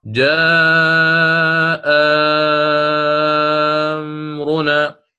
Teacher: وكذا من كلمتين كجاء أمرنا، الإمام ورش يحقق الهمزة الأولى و له إبدال الألف الثانية وبعدها حرف ساكن، جاء أمرنا ميم ساكنة، فيقرأ جاء أمرنا، أتينا بهذا المد لسكون سكون لازم وقبله حرف مد، وهذا الحرف كان مبدلا من همزة محققة، وهذا كما قلت بإذن الله تعالى سيأتي معنا في باب الهمزات، ولكن أيضا يندرج هنا، يندرج معنا.